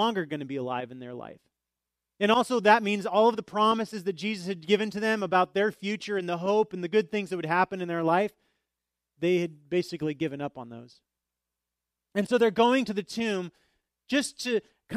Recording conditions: large echoing room